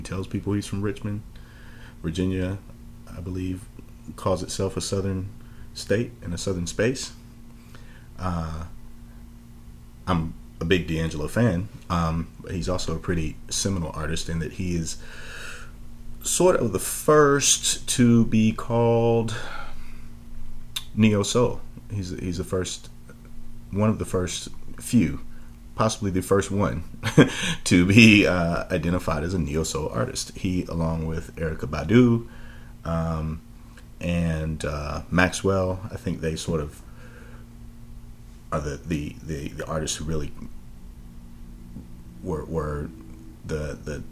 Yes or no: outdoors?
no